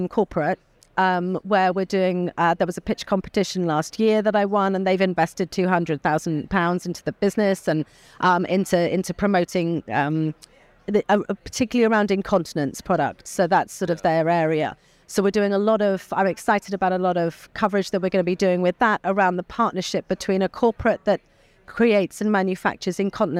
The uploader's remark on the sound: which was recorded at the ViVE 2023 conference in Nashville